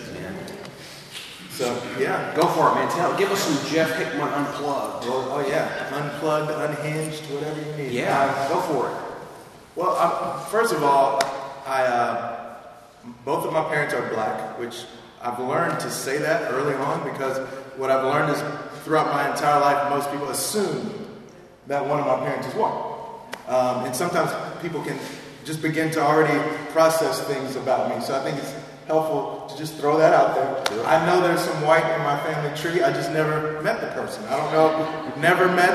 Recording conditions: live audience